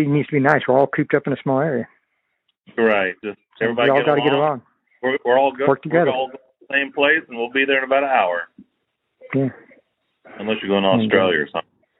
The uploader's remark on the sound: This podcast marks the first time I've recorded a phone conversation to capture audio. Shot with a 1080P Webcam with Microphone. Samson Technologies Q2U USB/XLR Dynamic Microphone Recording and Podcasting Pack.